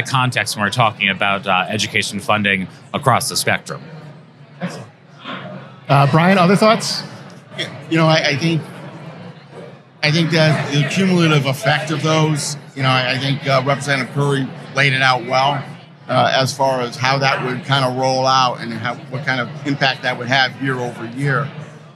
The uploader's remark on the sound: Live from the State Capitol